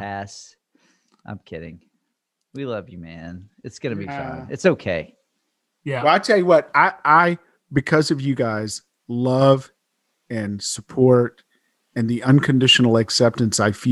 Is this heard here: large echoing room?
no